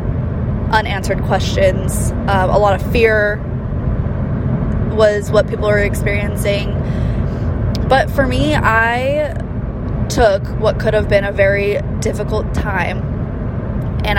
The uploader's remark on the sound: This episode was recorded on my drive to our San Diego Location so I apologize in advance for the quality not being the best